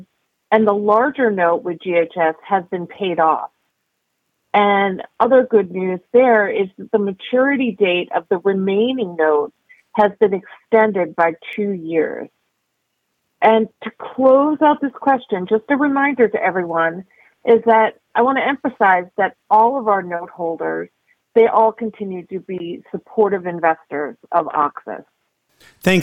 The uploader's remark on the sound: Investor Conference Call